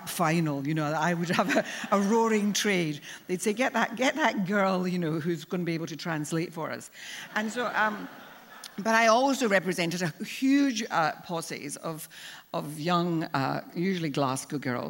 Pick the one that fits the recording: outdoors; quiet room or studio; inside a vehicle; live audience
live audience